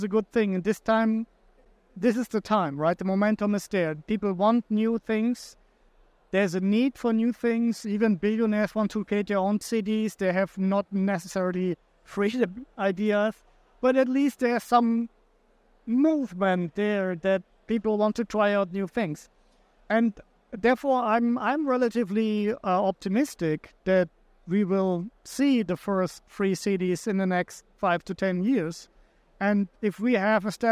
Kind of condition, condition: setting, busy venue